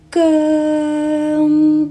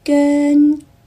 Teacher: 千万不要漏掉了这个后鼻音，如果没有这个后鼻音，就变成了粤语里面的懒音 · Shown in: first take